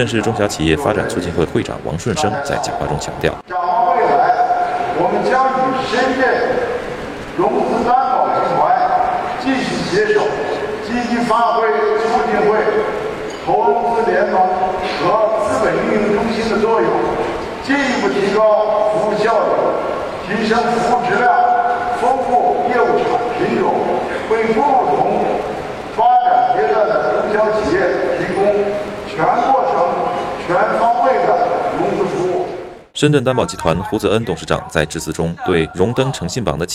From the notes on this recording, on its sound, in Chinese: 走进深圳中小企业诚信榜揭榜仪式现场。